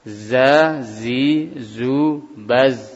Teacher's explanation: Huruf zai adalah makhraj ujung lidah ketemu dua gigi seri bawah.